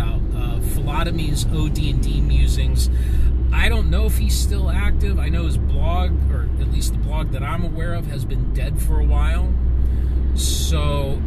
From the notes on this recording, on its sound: In a "commute episode", with the expected audio quality (or lack-thereof)